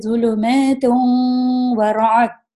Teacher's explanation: جو نون ساکن ہے اندر تنوین کے، اس کو ہم چھپائیں گے تھوڑا